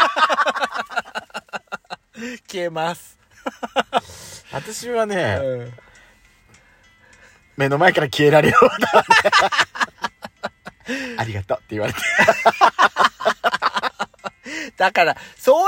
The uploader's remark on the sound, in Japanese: 2人組。パーキング収録。